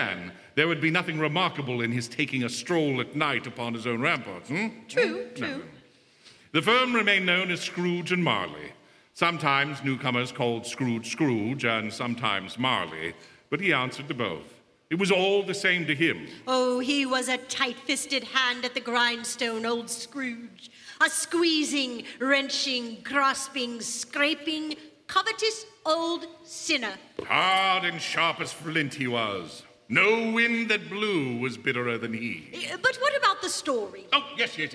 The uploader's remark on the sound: Re-Imagined Radio's 2015's live performance by the Willamette Radio Workshop at Kiggins Theatre in downtown Vancouver, Washington.